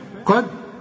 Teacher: الدال هتقلقل لأنها عليها السكون